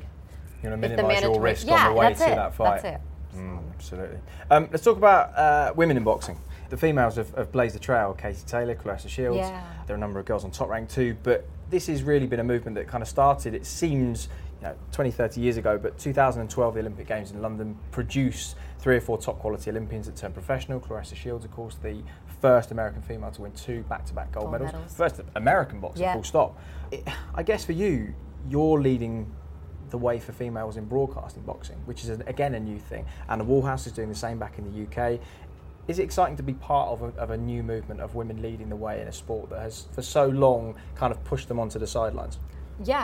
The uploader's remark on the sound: joined inside Philadephia's Liacouras Centre